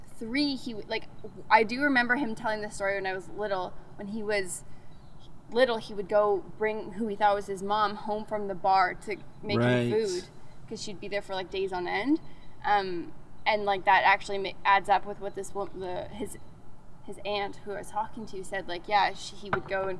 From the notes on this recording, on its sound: On the first outdoor episode of Cold Pod